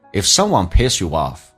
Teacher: 属于非实义词汇，所以用降调速度快，而且还有很多些弱化现象